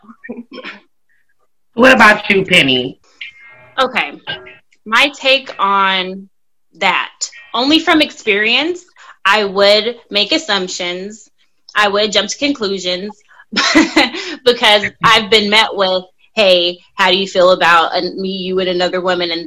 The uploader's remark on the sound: We do apologize for the audio quality of this episode as we experienced major technical difficulties while recording.